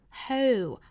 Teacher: whole 我们注意呢是有一个元音的过渡哈，一个从 a 到 o 的过渡